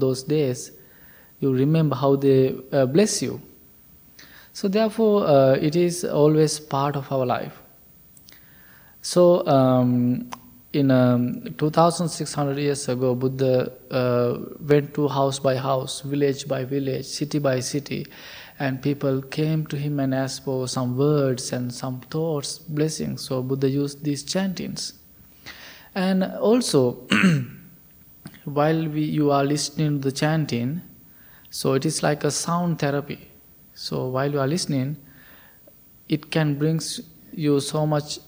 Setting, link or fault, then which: setting, large echoing room